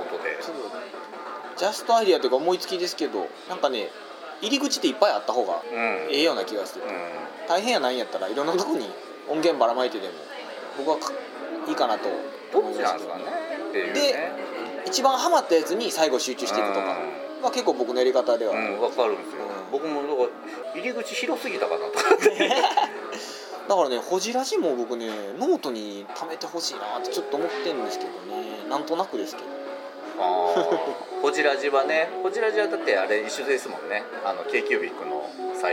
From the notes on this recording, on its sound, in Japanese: ビジネスサロンでの収録なので周りガヤガヤしています。